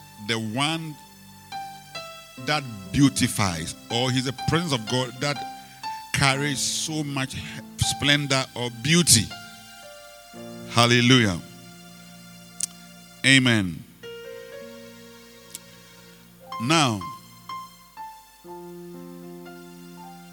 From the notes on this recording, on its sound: Preached at the Rose of Sharon Cathedral, Catch the Anointing Denomination, LA - Accra